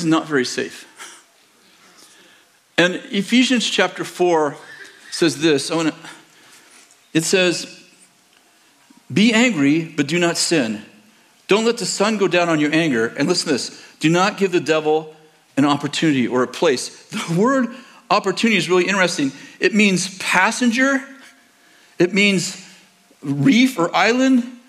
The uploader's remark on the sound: In this sermon from November 26th, 2023, at Bethel Church in Redding, CA